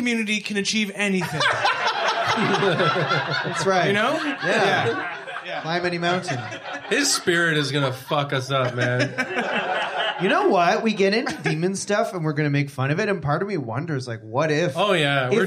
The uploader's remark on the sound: Evil Men Live: A Halloween Frightmare! In front of a sold out crowd at Comedy Bar in Toronto. NOTE: There is a bit of a microphone buzzing noise for the first 15 minutes or so of the episode.